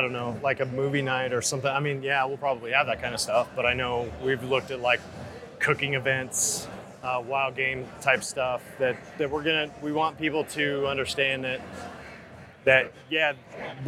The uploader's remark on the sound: Live From Hunt Expo 2020. Next in the Hunt Expo live episodes from the Initial Ascent Mountain Dude table.